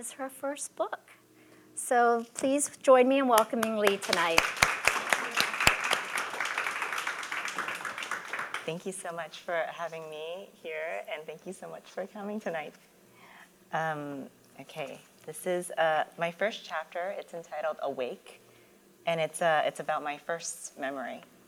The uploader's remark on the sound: LIVE Episode!